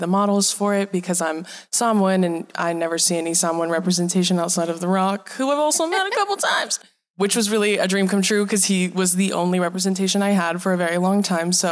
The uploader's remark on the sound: This episode was recorded live at Vidcon Anaheim.